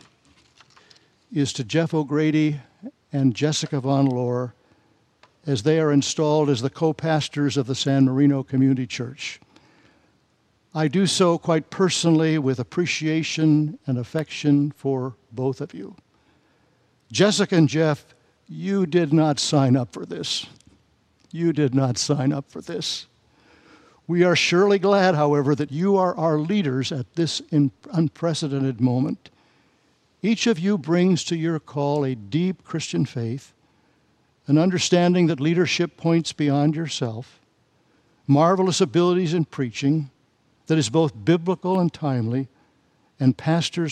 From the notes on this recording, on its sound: Message and Charge delivered during the Combined Worship service